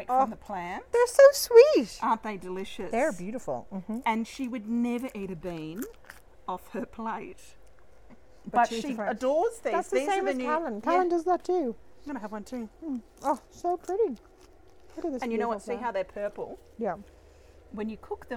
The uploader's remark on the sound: Summer Garden Tour